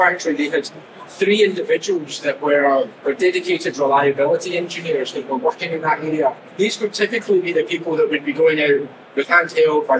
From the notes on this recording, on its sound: At this live session at the Smart Factory Expo in June.